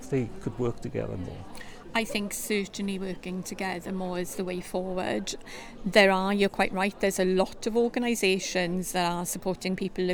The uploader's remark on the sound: This edition of Airing Pain was recorded at the Living Well with Persistent Pain in Wales conference